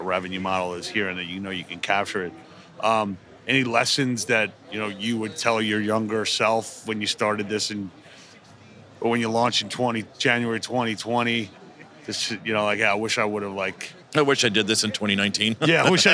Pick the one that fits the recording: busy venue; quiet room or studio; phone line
busy venue